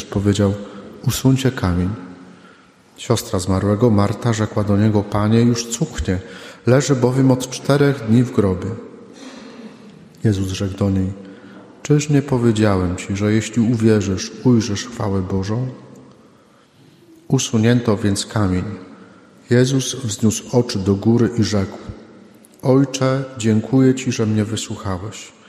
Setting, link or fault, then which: setting, large echoing room